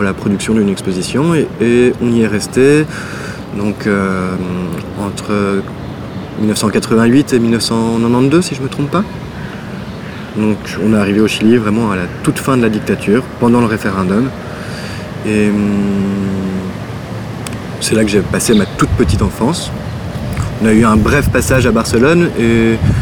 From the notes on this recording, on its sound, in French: Dans un parc de Bruxelles